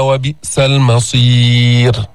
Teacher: رققنا الراء لأنه سكنت وقفا وقبلها ياء ساكنة · Term: ترقيق